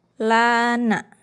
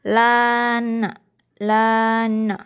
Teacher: Ketika membunyikan nun setelah lam, itu lidah posisinya e, lebih ke belakang. Di belakang ujung, di belakang lam tadi. · Term: huruf nun